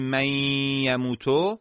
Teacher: نباید تصور بشه که در اینجا واو و یا به صورت مشدد و خالص ادا میشن، بلکه اثری از آثار نون در این ادغام باید خودش رو نشون بده، که بهترین اثر نون هم همون حالت غنه نون ساکنه هست. پس غنه نون ساکنه در ادغام نون ساکنه در واو و یا باقی میمونه و اینجا از مصادیق ادغام ناقصه.